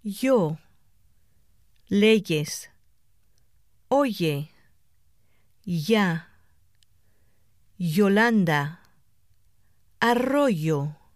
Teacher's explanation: At the beginning of a word or within a word, it is pronounced like the Y in the English word yes, but with slightly more force. · Term: Spanish Y